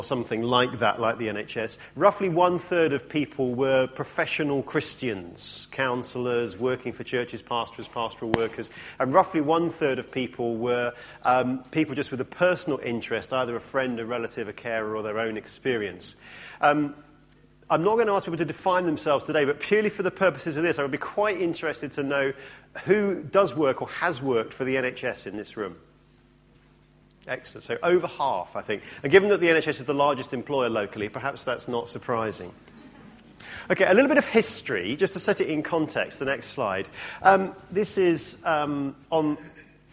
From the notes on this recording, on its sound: From our conference in Bradford in 2009